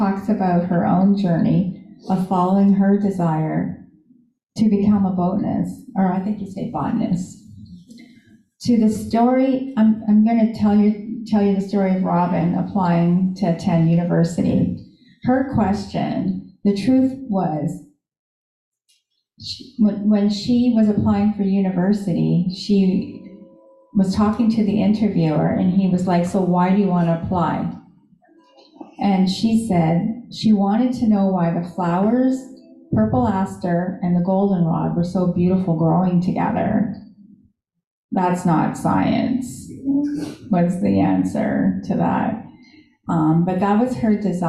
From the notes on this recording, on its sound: Live In Our Sanctuary.